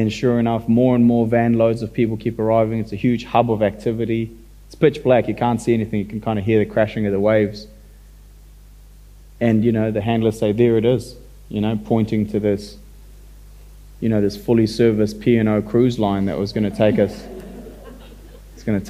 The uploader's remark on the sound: the opening event of the 2022 Marlborough Book Festival